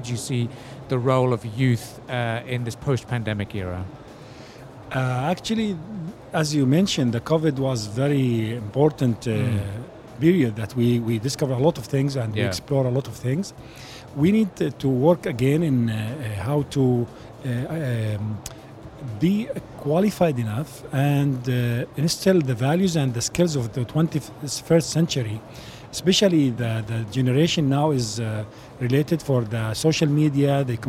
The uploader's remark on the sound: Live from IGCF 2022